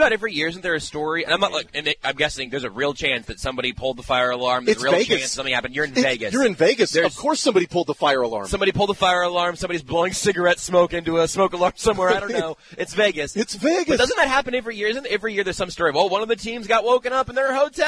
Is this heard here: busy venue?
yes